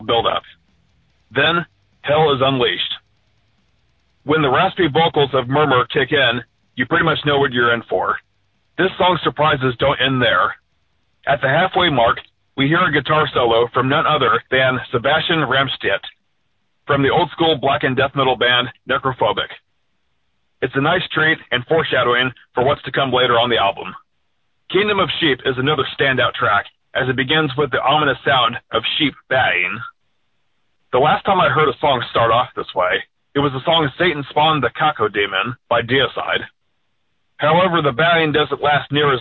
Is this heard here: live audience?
no